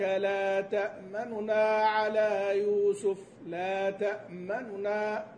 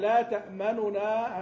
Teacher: فالوجه المقدم في الأداء لمن يقرأ في الشاطبية يقرأ بالاختلاس، اختلاس الحركة، إن أصل الكلمة تأمننا، ما لك لا تأمننا، أصل الكلمة هكذا، هذا الأصل، فأنت تأتي بتسرع بالحركة عند النطق بهذه النون التي كانت مضمومة، تقول ما لك لا تأمننا على يوسف، لا تأمننا، لا تأمننا على يوسف، أما لا تأمننا هذه بضمة كاملة هذه لا.